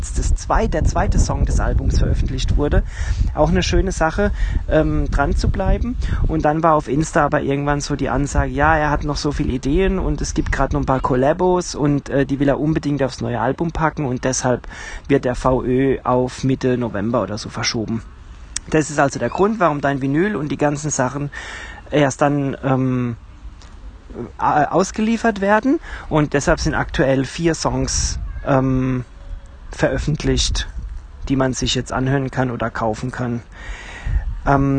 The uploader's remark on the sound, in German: Wir sind das Kernteam dieses Gruppenchat Podcasts bei dem wir in einer Threema Gruppe ein Thema aufmachen und dieses per Sprachnachrichten bequatschen.